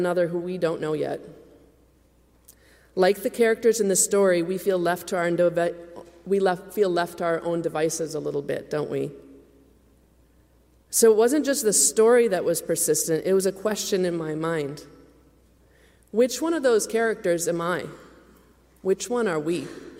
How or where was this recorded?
large echoing room